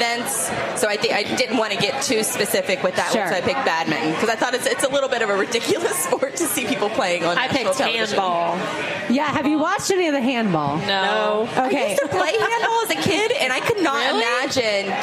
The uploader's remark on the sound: He also brought his rings to show off for the live crowd.